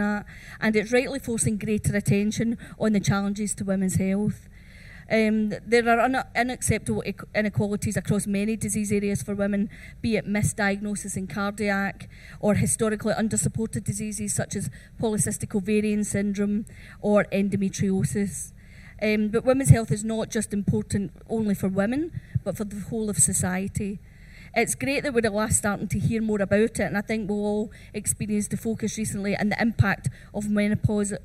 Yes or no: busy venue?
yes